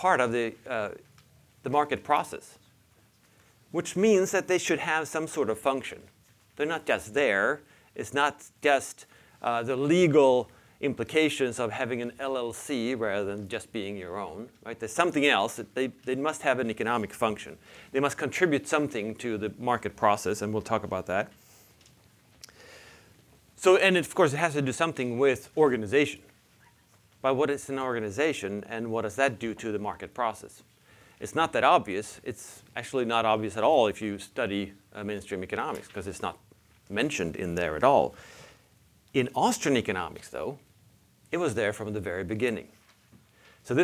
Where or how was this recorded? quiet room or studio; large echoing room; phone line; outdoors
large echoing room